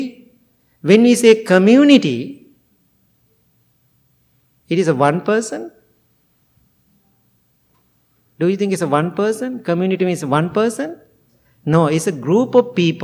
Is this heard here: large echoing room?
yes